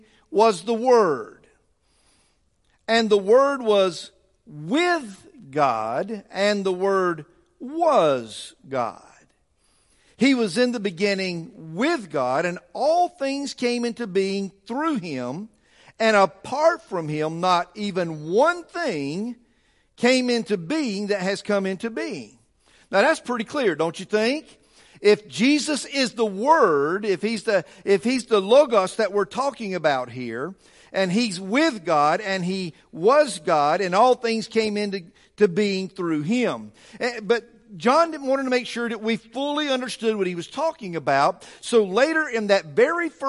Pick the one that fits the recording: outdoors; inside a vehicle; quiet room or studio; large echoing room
large echoing room